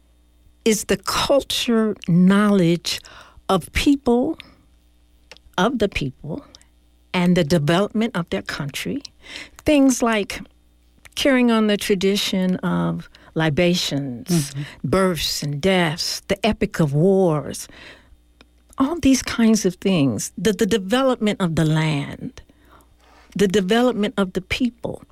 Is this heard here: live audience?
no